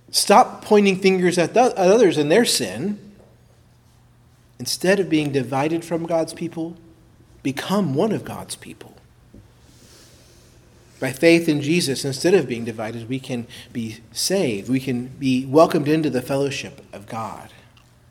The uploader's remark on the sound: preached at Christ Our Savior Baptist Church